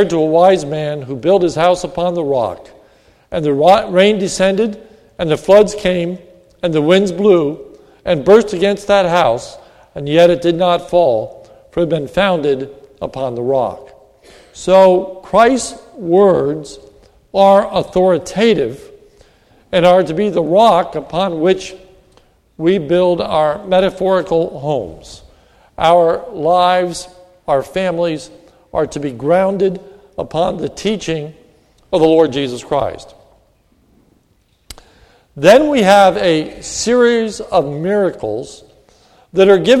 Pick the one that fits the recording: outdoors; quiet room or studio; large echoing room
large echoing room